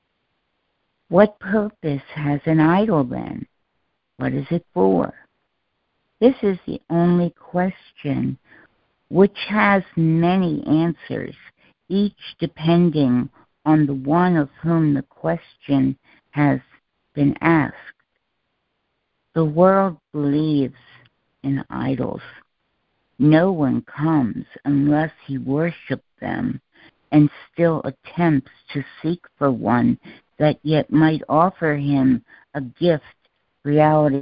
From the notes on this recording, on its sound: ACIM Daily Conference Call